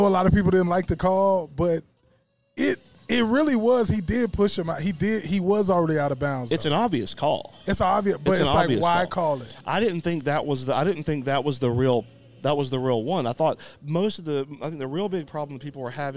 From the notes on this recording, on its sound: ON LOCATION AT BROOMELLI BOYS PIZZERIA!!